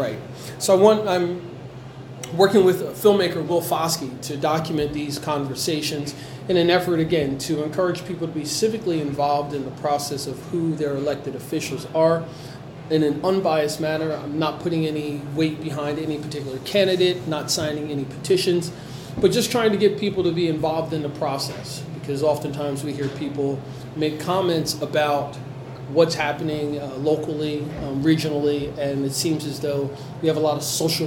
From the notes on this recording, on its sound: Recorded at Starbucks in Trenton NJ.